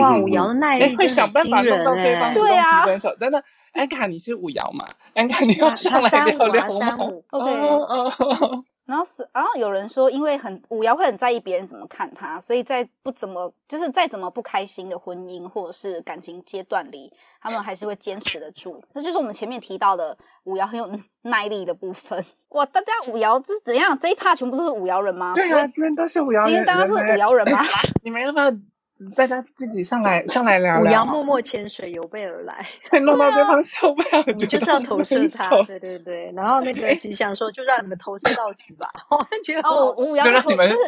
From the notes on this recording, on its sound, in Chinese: 記得那天錄音的時候，聊天室有很多5爻人進來。此音檔是由club house直播中錄製的。故音質無法與專業麥克風及錄音室錄製比較。所有音檔都已盡最大能力去調整。